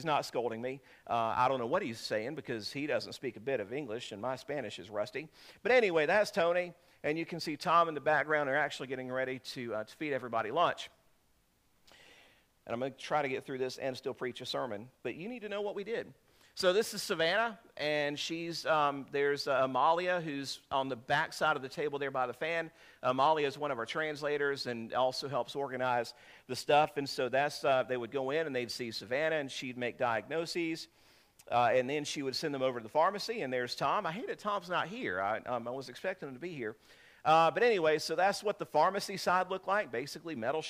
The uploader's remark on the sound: This is a sermon I preached on 7/30/2023